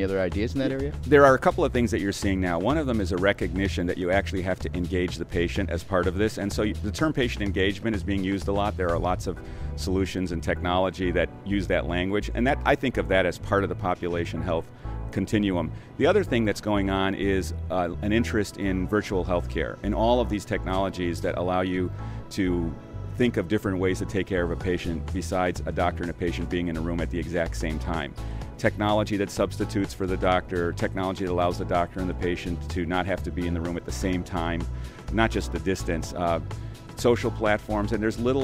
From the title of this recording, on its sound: LIVE from #HiMSS16